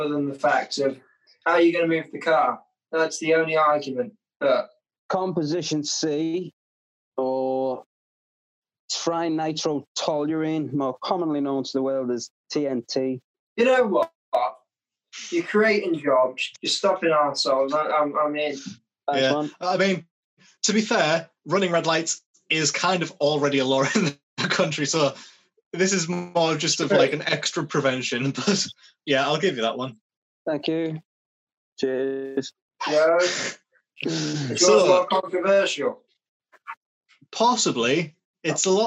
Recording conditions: poor sound quality